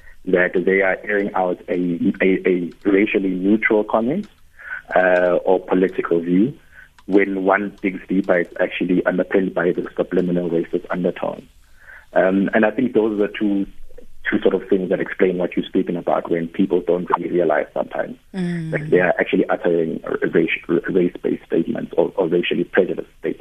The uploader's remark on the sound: Guest (phone)